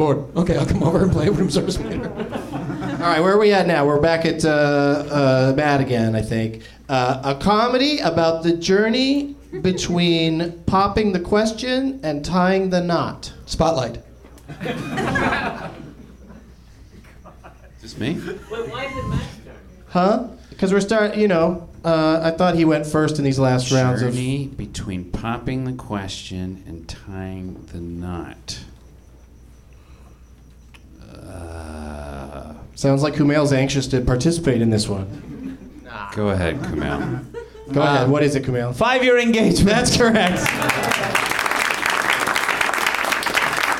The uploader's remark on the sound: Live from the NerdMelt Showroom in LA